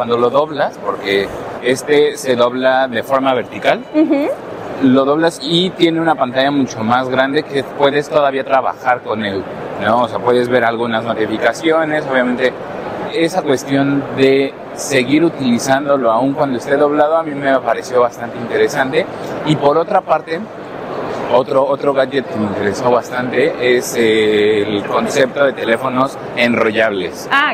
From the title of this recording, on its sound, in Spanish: Cobertura desde el Mobile World Congress